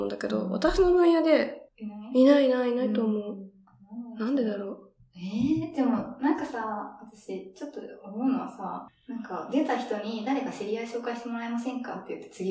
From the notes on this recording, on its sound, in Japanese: 運営会議議事録（雑音多めです、すみません）。音ひどすぎますか？ギリ聞けるレベルではある？机を触っちゃう音だけは気をつけよ。